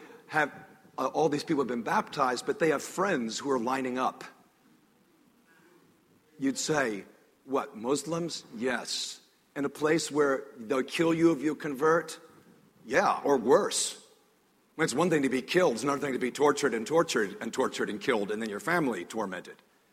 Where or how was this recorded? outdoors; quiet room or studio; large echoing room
large echoing room